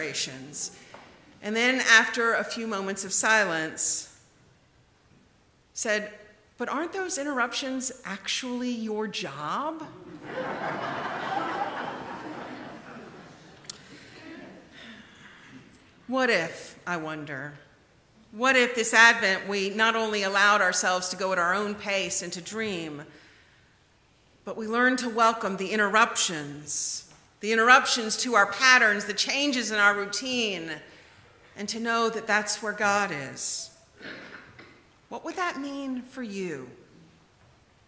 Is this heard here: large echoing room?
yes